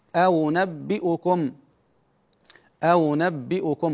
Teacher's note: والمضمومة تسهل بينها وبين الواو